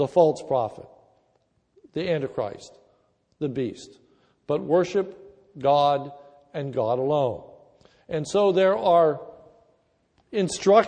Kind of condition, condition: setting, large echoing room